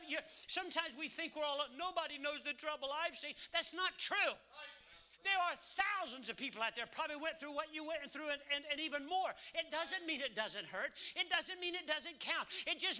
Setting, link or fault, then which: setting, large echoing room